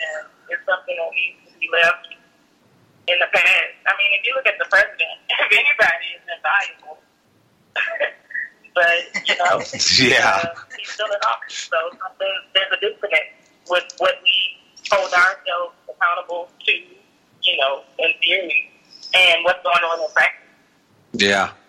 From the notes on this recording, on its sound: At the halfway mark, we bring. Joins us Live in the Living Room. By phone.